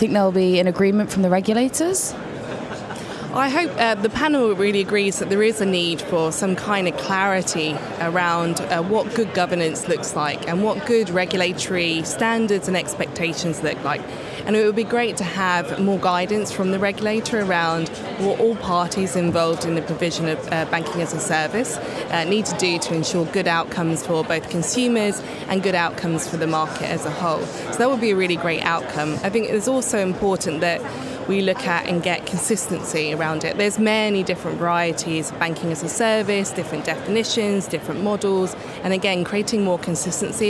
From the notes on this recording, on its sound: The second of three episodes recorded at Money20/20 Europe 2023, that took place in Amsterdam in June. We recorded a series of interviews with a number of the speakers from the conference.